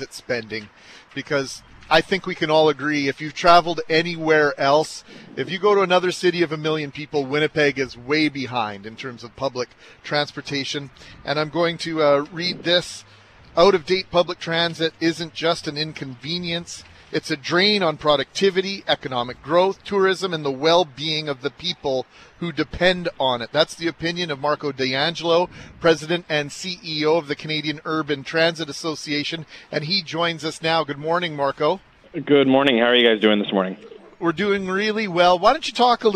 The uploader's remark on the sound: LIVE from Portage & Main